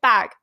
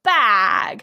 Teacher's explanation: Like it's like they elongated this ah sound, and they do that a little bit in Bristol. · Shown in: second take